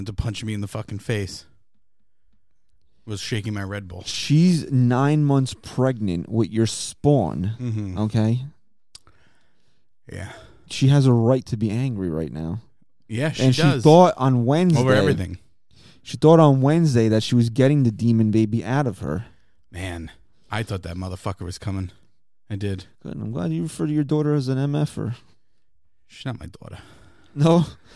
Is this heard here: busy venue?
no